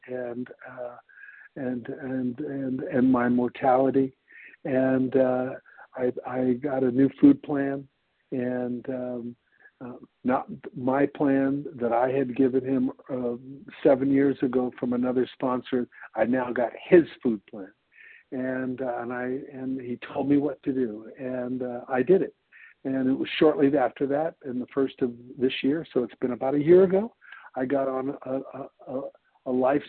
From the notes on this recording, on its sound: 100 Pounders Phone Meeting